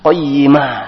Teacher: Di sini ada huruf ya bertasdid maka ditekan qayyimah. Kemudian terakhir ada huruf ta maka dibaca huruf ha. Qayyimah dengan mengalirkan nafas.